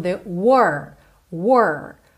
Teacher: Lembrando que esse R é com a língua enrolada